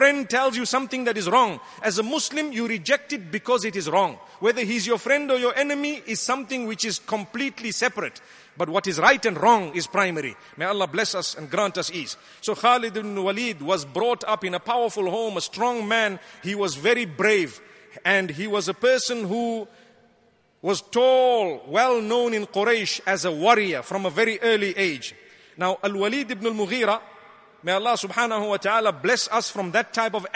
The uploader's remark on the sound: Delivered at Tuanku Mizan Zainal Abidin Musjid